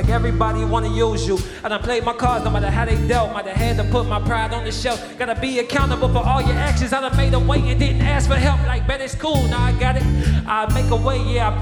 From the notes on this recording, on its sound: we caught them at Square Cat Vinyl during the Virginia Avenue Music Festival